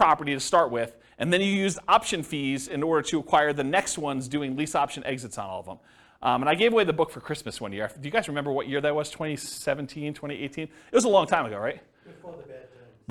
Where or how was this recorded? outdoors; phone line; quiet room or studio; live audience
live audience